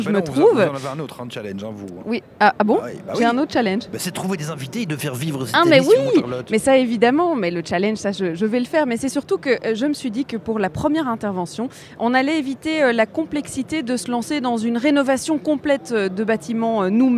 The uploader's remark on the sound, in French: En direct depuis le salon Batibouw, à Brussels Expo, pour Bruxelles vit.